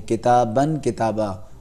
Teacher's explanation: جب تنوین میں رکتے ہیں تو ابدال کہتے ہیں، تبدیل یعنی الف ابدال جو چینج ہوتا ہے تنوین الف میں